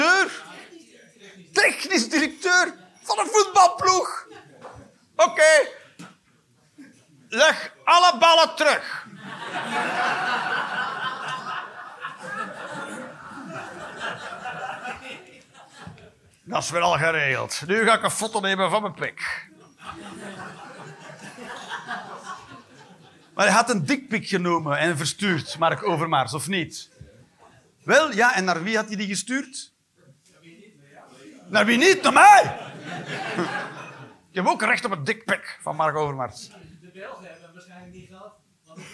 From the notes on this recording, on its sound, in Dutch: Live 1 Oktober 2023, Toomler, Amsterdam.